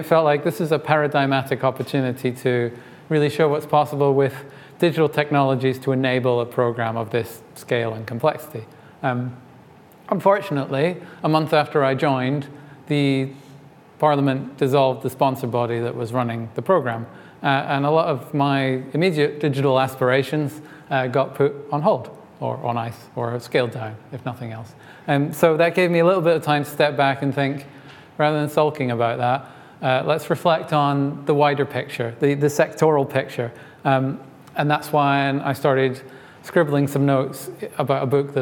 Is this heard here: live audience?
yes